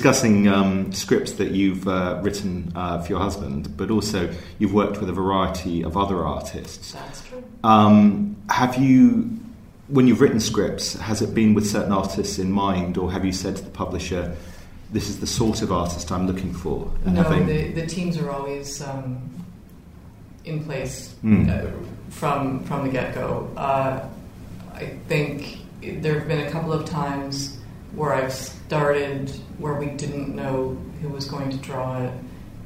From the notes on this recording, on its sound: In a pair of interviews recorded at the Lakes International Comic Art Festival in Kendal